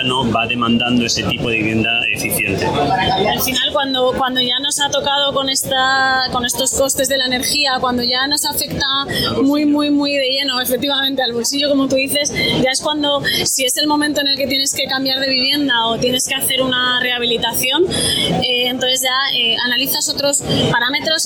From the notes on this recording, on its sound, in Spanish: Esta semana hemos viajado de la mano de SIKA a Madrid, para asistir al REBUILD 2022. Os pedimos perdón por la calidad del audio, que no ha sido todo lo bueno que quisiéramos que fuese.